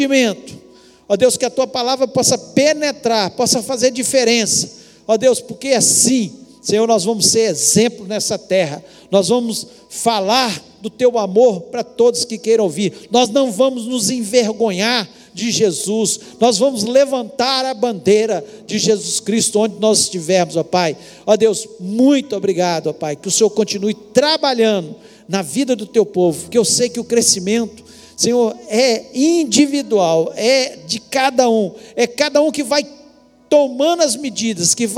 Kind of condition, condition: setting, large echoing room